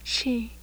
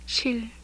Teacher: the palatalization of aspirated S when it occurs before the close front unrounded vowel